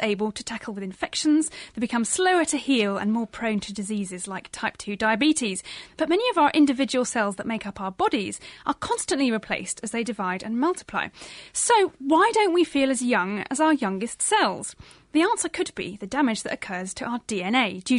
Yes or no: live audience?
no